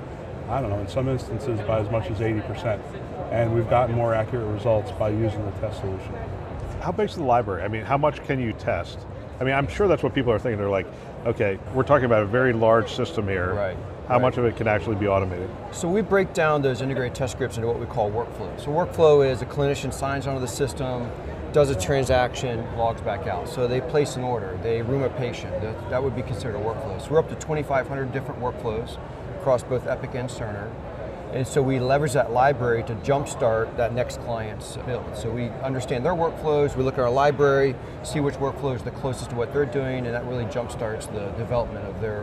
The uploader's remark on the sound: Today on the Conference channel, it’s an Interview in Action live from ViVe 2023.